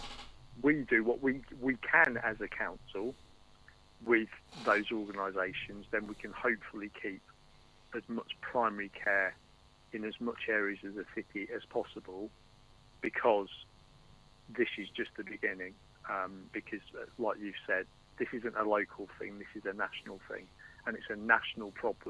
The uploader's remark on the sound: Our very first guest by telephone. Apologies for any issues with the sound. Forgot to press all the right buttons on our new mixer and had to recover.